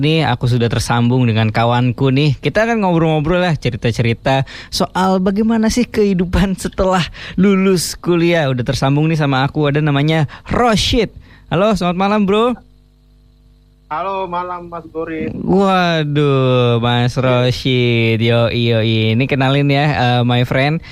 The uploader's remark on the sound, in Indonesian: Isi episode kali ini adalah rekaman siaran gua yg telponan. Soalnya buat di radio dan di podkes gua beda wkwk.